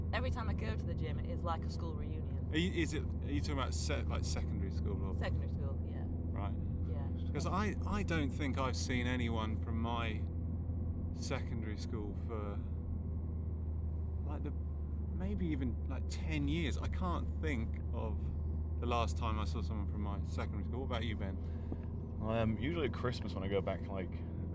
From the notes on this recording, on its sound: Teacher Talk - In a Car. Teachers car sharing a ride to and from school each day and recording their chats as they put the world to rights.